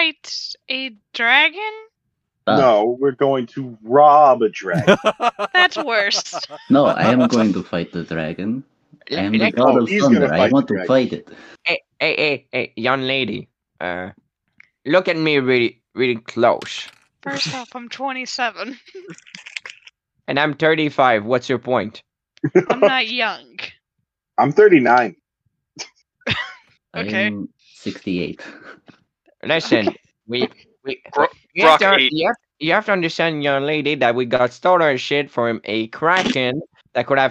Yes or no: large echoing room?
no